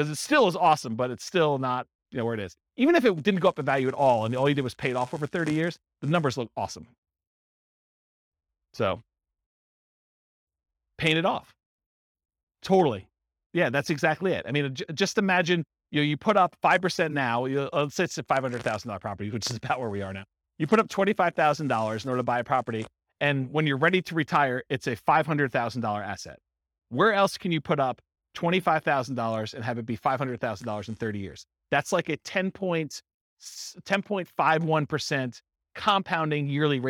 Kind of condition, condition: setting, live audience